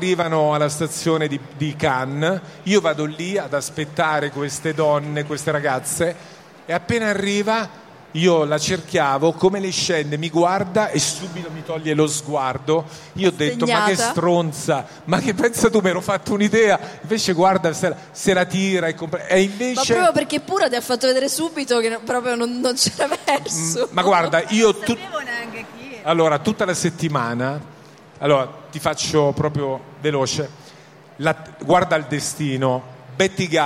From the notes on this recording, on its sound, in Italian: In diretta dal Salone del Libro di Torino